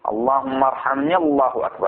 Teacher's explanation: وصلتها، ما قطعت، ما أخذت ولا نفس صغير بين وارحمني الله أكبر · Term: همزة الوصل